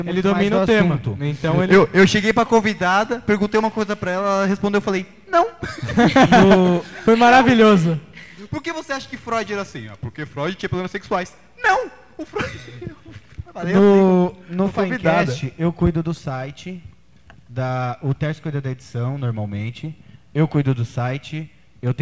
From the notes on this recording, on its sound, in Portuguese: (Faculdades Integradas Coração de Jesus), dando uma palestra sobre a nova tendência de mídia, os podcasts, que consistiu em nada mais nada menos que uma “gravação ao vivo” do nosso programa como todos da palestra como convidados.